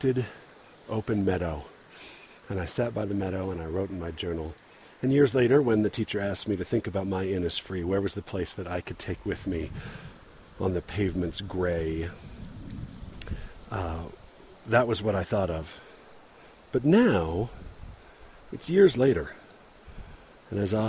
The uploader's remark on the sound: Recorded while hiking, which explains but does not justify the noise of the wind, stream, footsteps, and worst of all, my heavy breathing